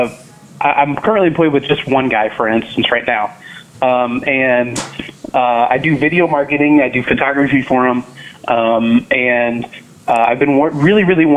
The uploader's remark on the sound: The call-in questions were phenomenal.